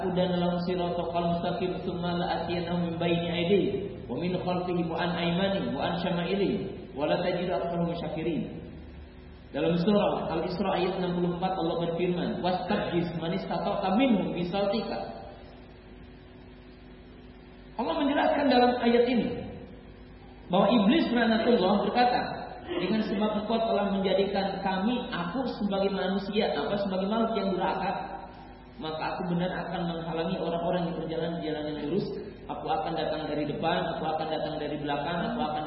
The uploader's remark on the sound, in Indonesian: Safari Dakwah Magetan. Di Masjid Al Khoir Magetan.